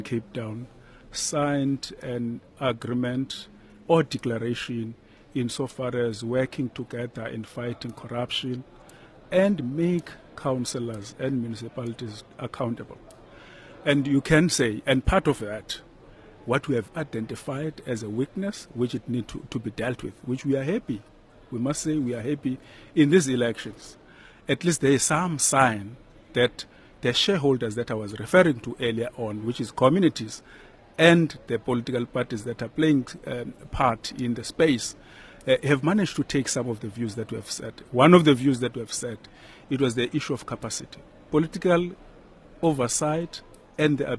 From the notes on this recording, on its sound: Stakeholders from municipalities, provincial and national government, the business sector as well as think tanks are convening here in Cape Town this week for SALGA’s National Conference where we will be broadcasting from over the next few days.